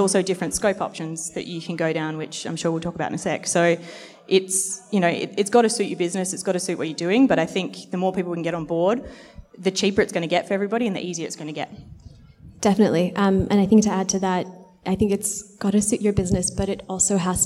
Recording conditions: busy venue